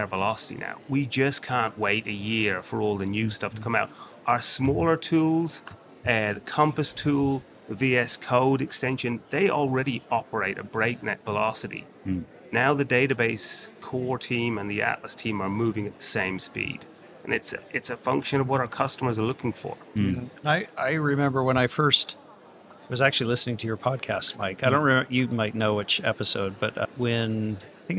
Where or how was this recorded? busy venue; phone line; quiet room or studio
busy venue